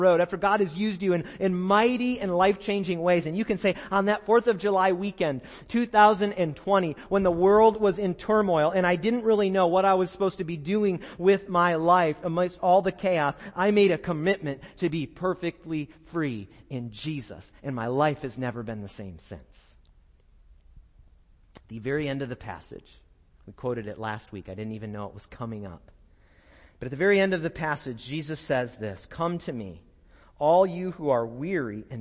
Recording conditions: large echoing room